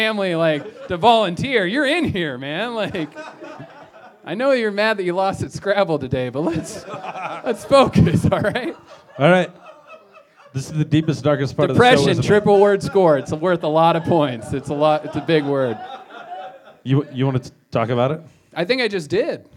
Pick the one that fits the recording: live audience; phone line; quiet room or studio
live audience